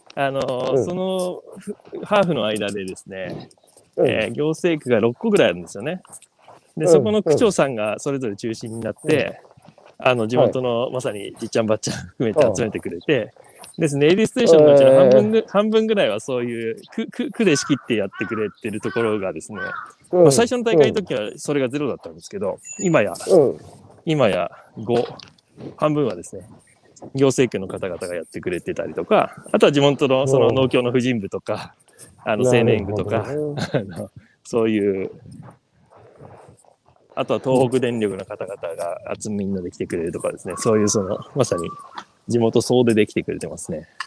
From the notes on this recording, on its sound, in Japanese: 歩きながら1時間、対談する